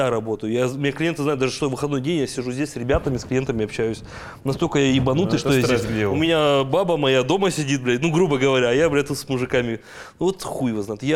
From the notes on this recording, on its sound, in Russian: Подкаст записан в барбершопе «Chop-Chop Сургут».